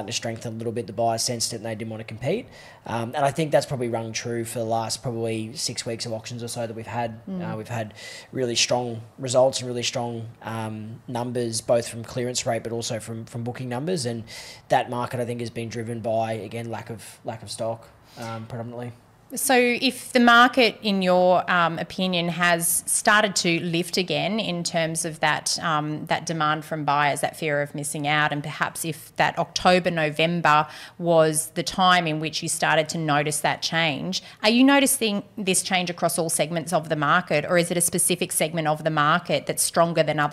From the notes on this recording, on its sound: a special recording from the Brisbane Property Panel